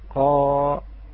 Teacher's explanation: حركة القاف هنا الفتحة فخمت وأطلنا بها الصوت